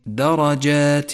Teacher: لاحظ أيضا تفخيم الراء في كلمة درجات، درجات فخمت في هذا الموضع لأنها مفتوحة وميزت باللون الأزرق الغامق أيضا.